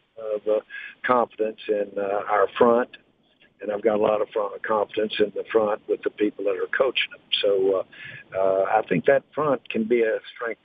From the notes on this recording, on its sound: called in to the Ben and Skin show